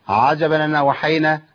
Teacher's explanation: يسقط الهمزه ويحرك وينقل حركه الهمزه على النون · Term: نقل الحركه